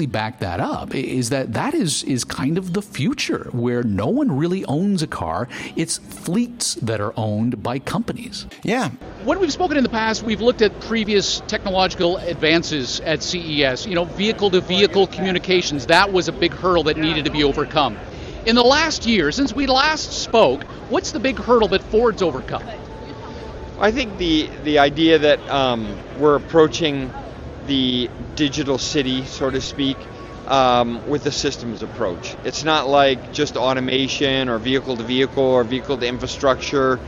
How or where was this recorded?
busy venue